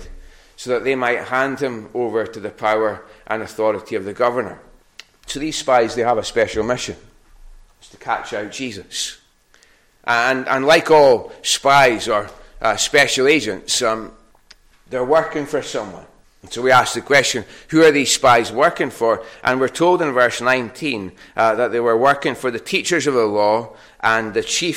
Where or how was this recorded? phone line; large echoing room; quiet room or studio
large echoing room